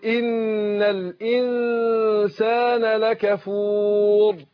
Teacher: كيفية الإخفاء ناخد بالنا منها النون المخفية عند السين · الراء مفخمة ليه لأن سكنت لأجل الوقف وقبلها واو مادية واحنا قلنا هنا القاعدة لما تكون الراء مفتوحة أو مضمومة تفخم